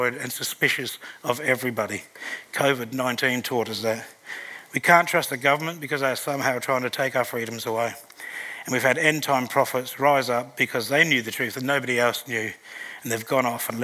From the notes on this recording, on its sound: This recording is from a Live service at Hope Central Elizabeth, South Australia